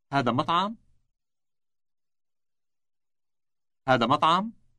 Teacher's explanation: Note that the question is formed by rising intonation only.